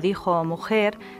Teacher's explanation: el fonema fricativo velar que oímos en palabras que se escriben con J